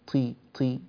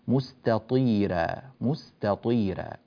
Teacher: هذه الطاء طاء مكسورة، وهي مع هذا مفخمة · Shown in: second take · وينبغي العناية بتفخيمها بحيث لا تضعف ويصيبها شيء من الهمس، أو تكون مثل حرف التاء مستطيرة، طي طي، هكذا لا يصح. · Term: التفخيم